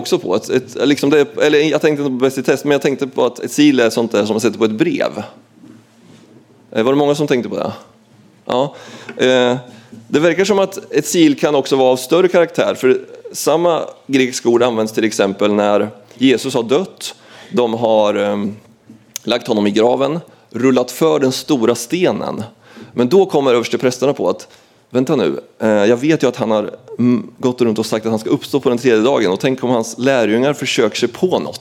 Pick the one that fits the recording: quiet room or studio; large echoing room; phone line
large echoing room